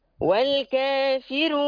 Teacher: الكافرون ليس فيها إمالة، الكافرون فيها ترخيص الراء فقط